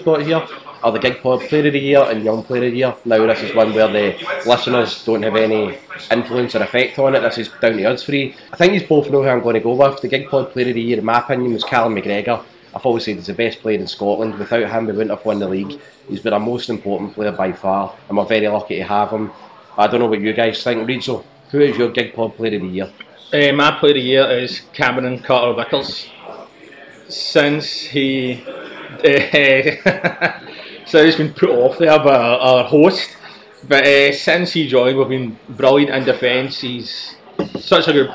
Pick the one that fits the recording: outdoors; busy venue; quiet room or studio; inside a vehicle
busy venue